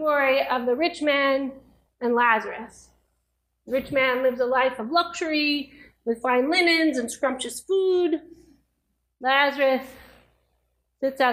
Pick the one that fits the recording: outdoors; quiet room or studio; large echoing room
large echoing room